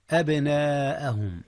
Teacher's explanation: جاء المد المتصل يا أستاذنا، حيث الهمزة والألف في كلمة واحدة، كلمة أبناء.